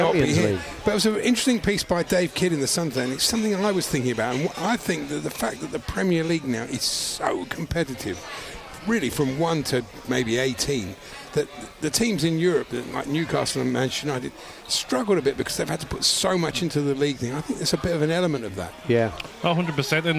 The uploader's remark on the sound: Live from the inaugural talkSPORT World Darts Championship with some familiar voices joining in throughout.